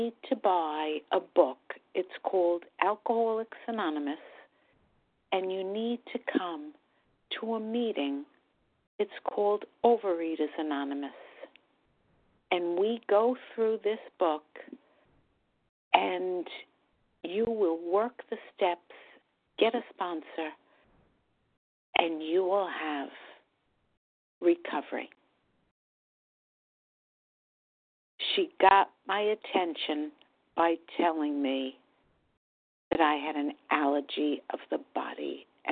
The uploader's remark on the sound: from the 100 Pounders Phone Meeting, 1/20/24